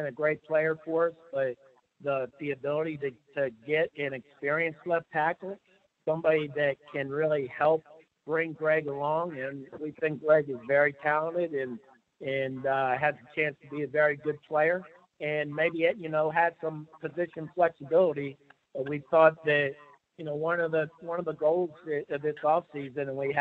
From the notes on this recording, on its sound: talks over the phone with the media